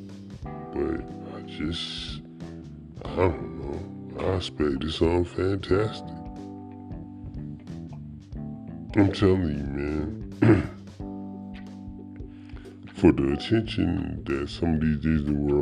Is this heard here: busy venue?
no